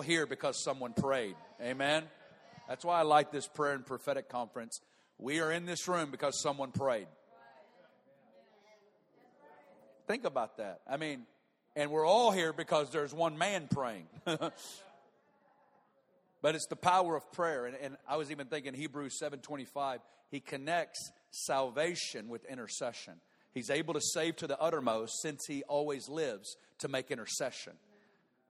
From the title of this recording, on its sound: Prayer & Prophetic Conference 2017, Session 1